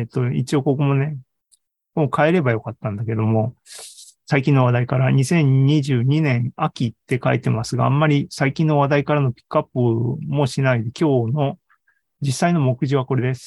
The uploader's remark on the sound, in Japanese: ZOOMライブの模様です